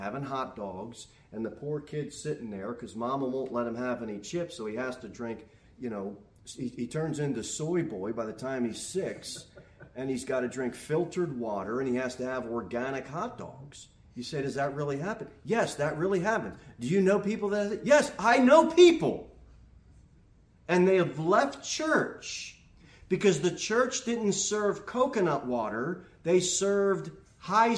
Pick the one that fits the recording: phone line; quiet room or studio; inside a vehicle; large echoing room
large echoing room